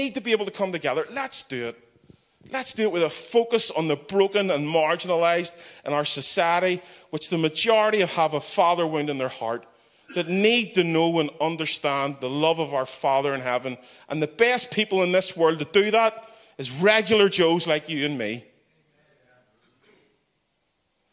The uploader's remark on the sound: the final keynote of our Regular Joes Conference